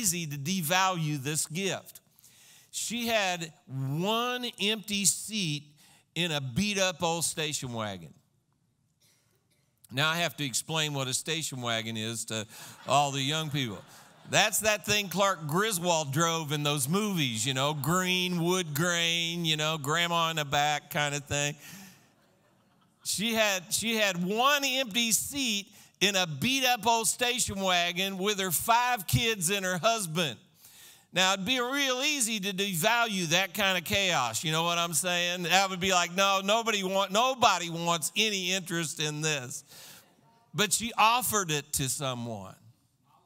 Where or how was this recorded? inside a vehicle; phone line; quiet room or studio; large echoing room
large echoing room